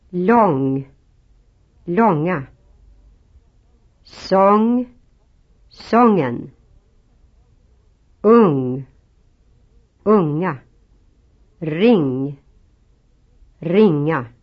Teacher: This sound is similar to English, that is, ring, song, long, etc. But no g sound is heard at the end, as some English speakers have. This is true in Swedish, even if the ing is followed by a vowel.